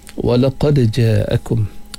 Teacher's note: kita baca dengan qalqalah sughra, ada pantulan sikit pada huruf dal yang mati. Ja'akum mad wajib muttasil, bacaan sekadar 4 atau 5 harakat.